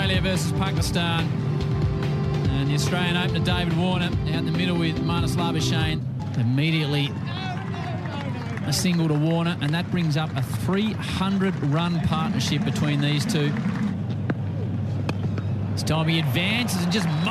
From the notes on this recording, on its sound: From the rooftop garden of Barasti